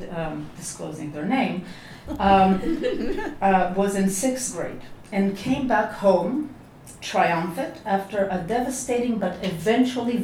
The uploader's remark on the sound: A podcast featuring audio from events at Columbia University, and interviews with the speakers and authors.